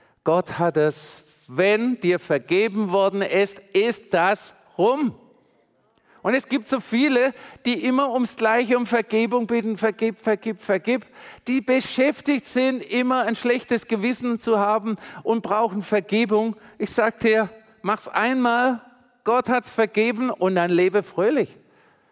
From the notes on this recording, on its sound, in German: Predigt im Missionswerk Karlsruhe.